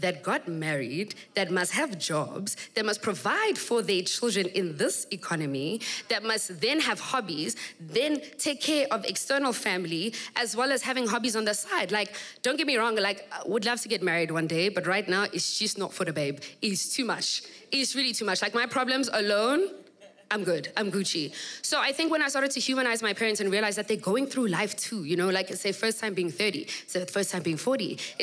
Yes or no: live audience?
yes